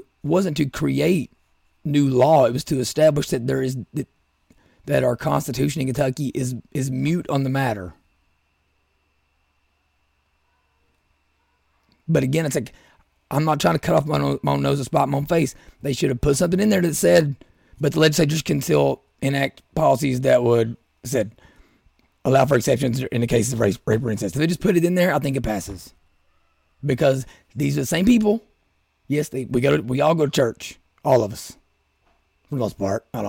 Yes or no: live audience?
no